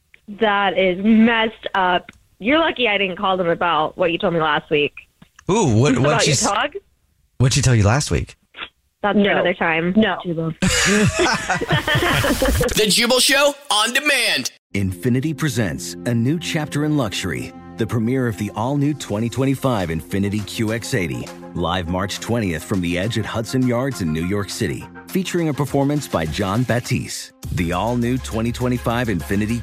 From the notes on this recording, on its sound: phone prank style